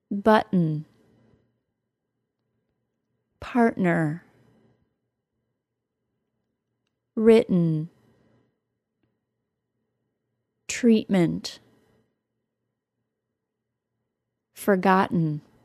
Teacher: The glottal stop occurs in place of a T sound when the T follows a vowel or R sound and comes before an N sound or M sound.